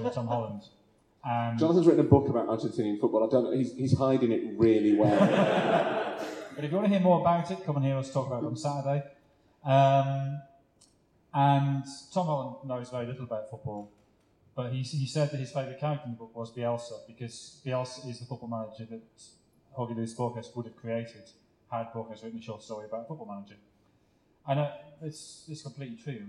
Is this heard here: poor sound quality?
yes